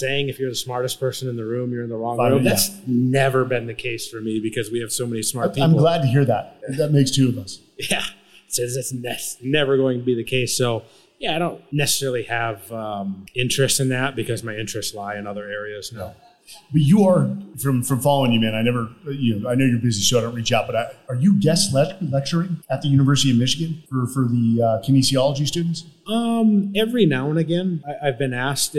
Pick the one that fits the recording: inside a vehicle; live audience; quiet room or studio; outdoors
live audience